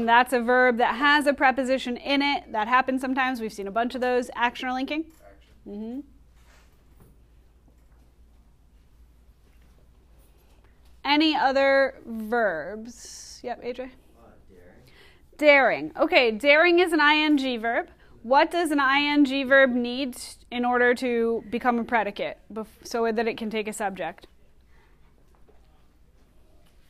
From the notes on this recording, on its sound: Recorded in class on 10/28/19